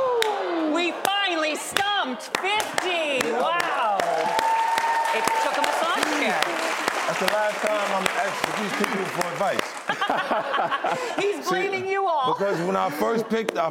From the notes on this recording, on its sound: up close and personal with the in-studio audience in an all-new Q&A